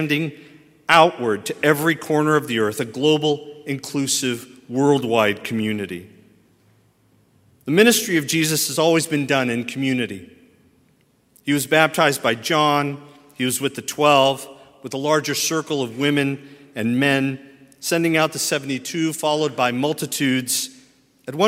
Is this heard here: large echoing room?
yes